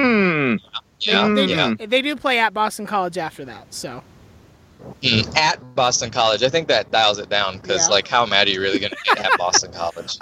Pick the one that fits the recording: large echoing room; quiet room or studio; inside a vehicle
inside a vehicle